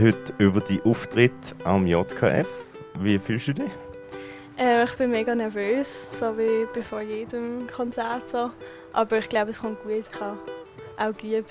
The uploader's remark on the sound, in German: Radio X sendete live vom Sommercasino und der Padelhalle und übertrug Konzerte, Lesungen und Interviews.